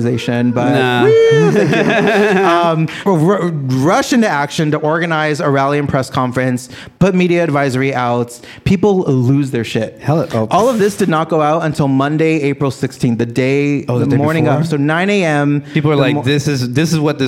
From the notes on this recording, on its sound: Live from Plantiitas on Fourth Street. With a live audience.